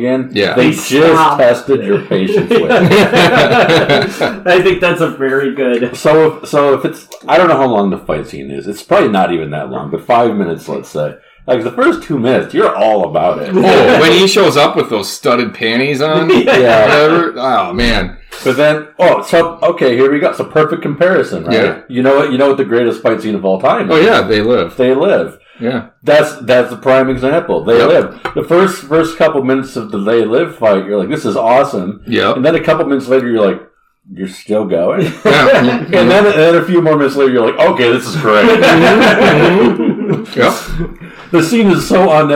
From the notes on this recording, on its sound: I have been experiencing some audio Issues so the audio did not turn out great in this episode, but should be fixed in future episodes.